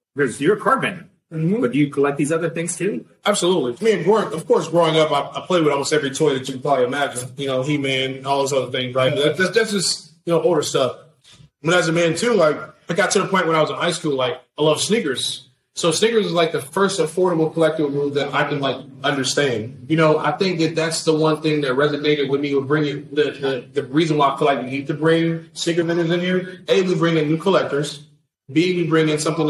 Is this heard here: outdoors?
no